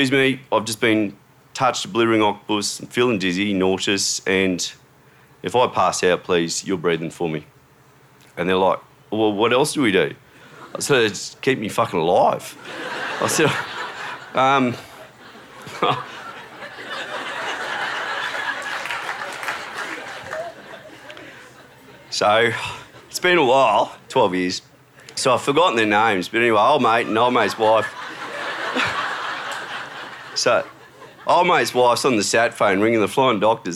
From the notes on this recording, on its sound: SPUN: True Stories Told in the Territory is a live storytelling event. Popping up at different venues across Darwin. Told at our event at Darwin Festival.